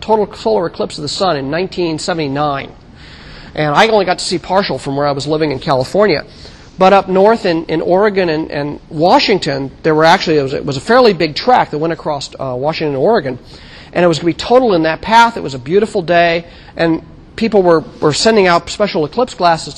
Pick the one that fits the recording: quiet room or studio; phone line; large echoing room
large echoing room